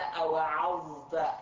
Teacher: ذكر الظاء وهو حرف مجهور ومستعل مطبق